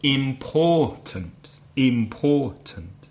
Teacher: Three syllables. Three syllables. Which one is stressed? Which one is strong? The second one. The second syllable.